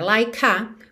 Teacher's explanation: porque o E de like não é pronunciado, você já junta o K no A